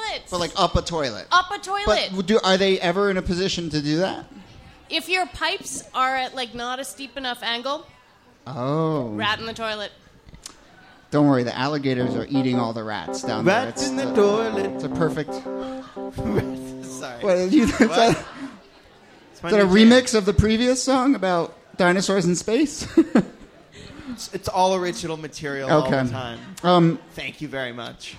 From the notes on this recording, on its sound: This excerpt is from our March regular show at Housing Works Bookstore.